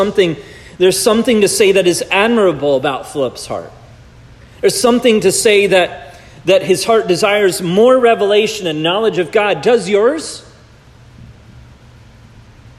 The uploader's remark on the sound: This message was preached at Providence Church